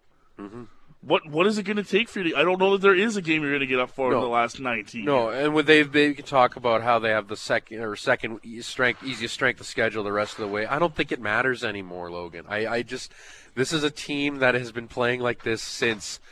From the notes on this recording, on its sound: live for the grand opening of the Score Hockey Range in Calgary!